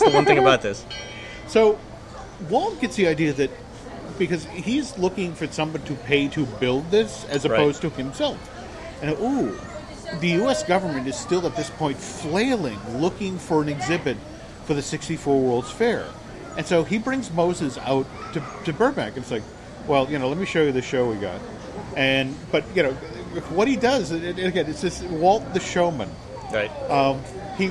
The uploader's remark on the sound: Recorded last week at the Magic Kingdom